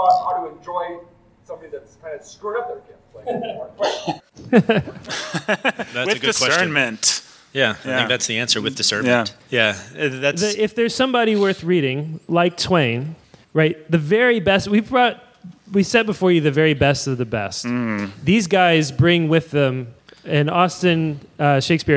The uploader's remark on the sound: Bookening Live Show! Our heroes got to do their first live show as a fundraiser for Charis Classical Academy in Madison, WI , hosted by Red Village Church.